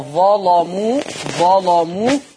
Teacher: ابقي غلظ اللام شوية